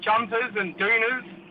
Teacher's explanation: we don't really pronounce our R's when we talk in Aussie slang